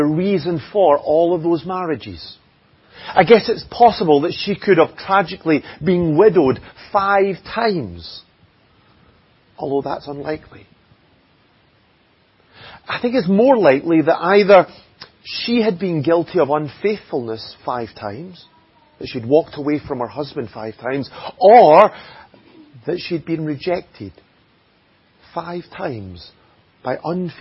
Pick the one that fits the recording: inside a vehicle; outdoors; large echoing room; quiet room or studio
large echoing room